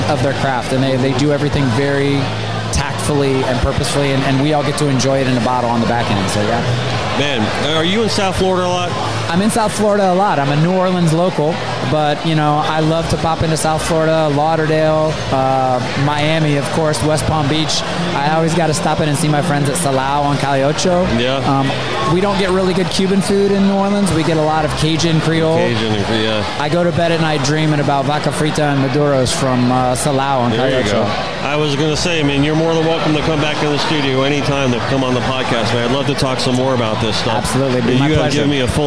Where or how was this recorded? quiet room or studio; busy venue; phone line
busy venue